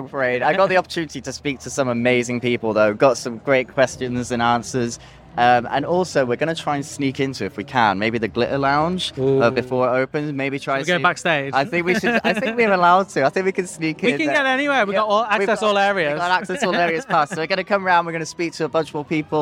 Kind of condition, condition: setting, busy venue